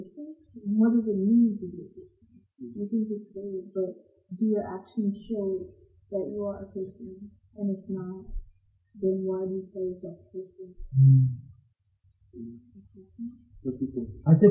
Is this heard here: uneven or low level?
yes